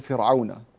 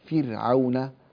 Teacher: وإنما رقق الراء فرعون لأنها راء ساكنة وقبلها كسرة · Shown in: second take